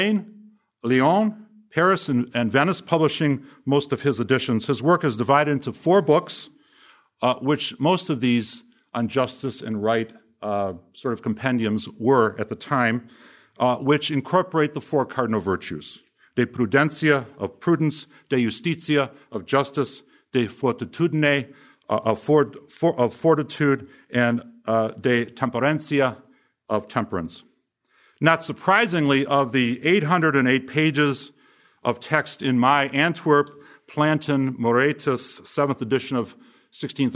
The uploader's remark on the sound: From the session on "History of Economic Thought," presented at the Austrian Economics Research Conference. At the Ludwig von Mises Institute in Auburn, Alabama.